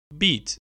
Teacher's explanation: Hava akışını kesip durdurarak ses çıkartınca bu sesler oluşur. Mesela beat kelimesindeki ilk b sesini oluşturmak için dudaklarımızla hava akışını durdurduk. · Term: Stop plosive